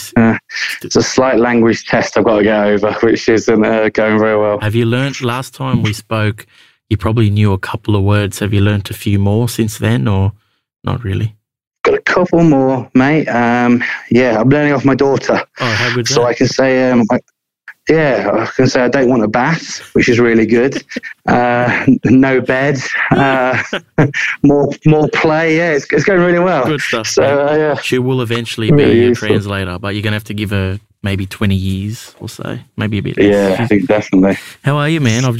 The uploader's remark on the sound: Listener call in episode featuring rugby league family from around the world.